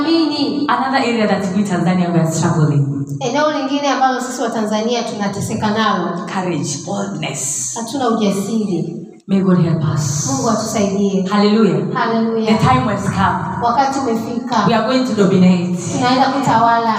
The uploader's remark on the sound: Sermon preached at Special Sunday for Professionals and Business Owners, Lampshine Church, Dar es Salaam, Tanzania.